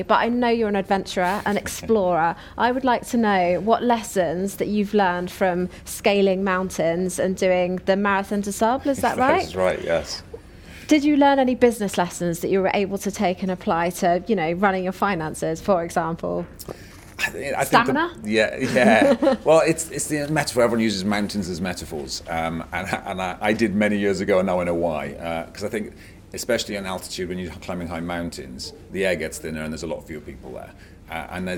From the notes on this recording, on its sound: Speaking on the second day Elite Business’ live event on March 12 on the Financial Management panel